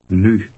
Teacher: You can pronounce this u sound by saying a short e, but with rounded lips.